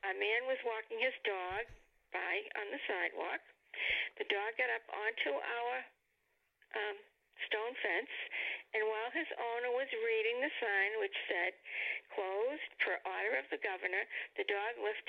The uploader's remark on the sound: mom also gets on the phone